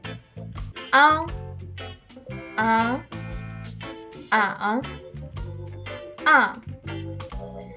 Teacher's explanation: la pronunciación de esta A requiere abrir más grande la boca que la misma vocal simple · Term: vocales nasales traseras